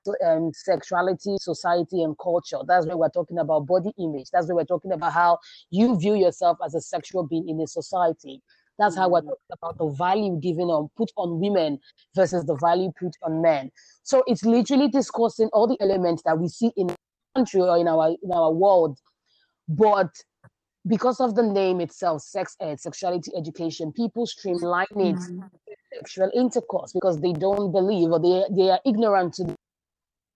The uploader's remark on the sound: Apologise in advance for the sound due to connection issues.